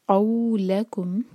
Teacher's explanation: وہ ایسے رو قولکم، قو قاف پر فتح ساتھ میں واو مدلین، قو اور قاف ہیوی ہے تو منہ بھر کر پڑھیں گے اور حلق سے. قولکم لا ایک حرکہ اور پھر کم، اویج ا ایک حرکہ اور واو کو ہم جیم سے جوڑیں گے.